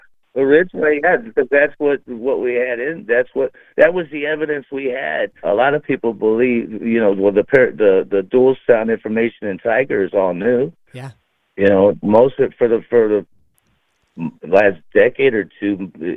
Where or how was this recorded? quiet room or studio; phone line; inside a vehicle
phone line